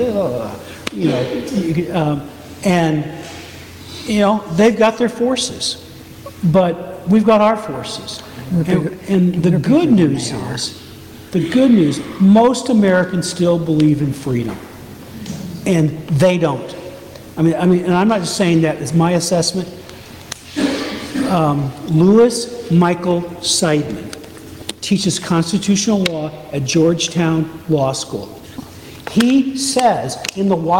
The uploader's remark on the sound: North Carolina Town Hall Q&A 2023. Excerpts from the Q&A portion from a town hall in North Carolina.